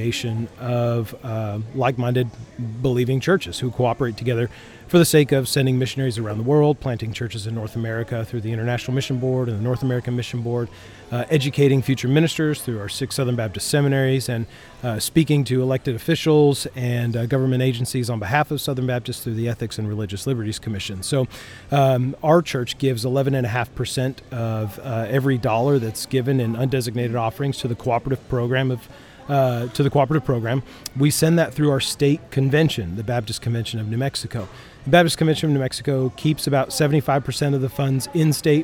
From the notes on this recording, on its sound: Live from Austin International Airport. Complete with Airport ambience courtesy of the great state of Texas.